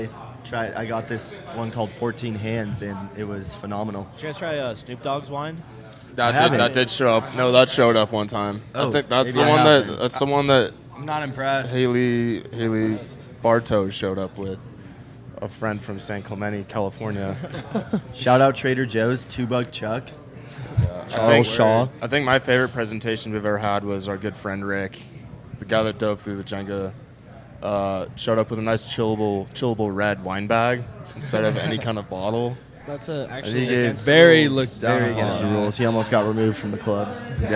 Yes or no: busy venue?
yes